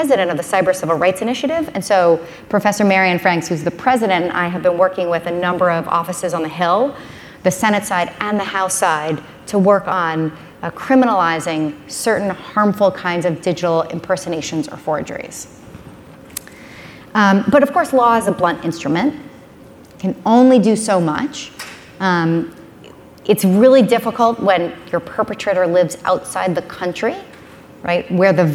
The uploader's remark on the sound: spoke at the Page Annual Conference